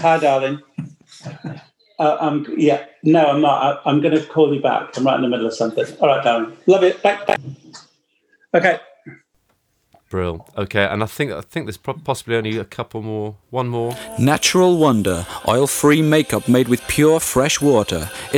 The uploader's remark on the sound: This glitchy, very '2020' Zoom call